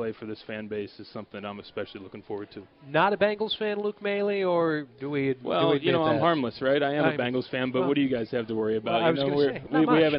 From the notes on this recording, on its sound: LIVE from PiratesFest at PNC Park